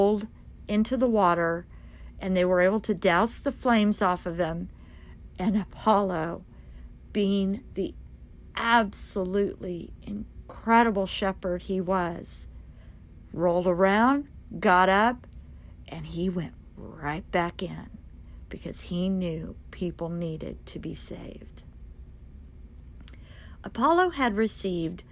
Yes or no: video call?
no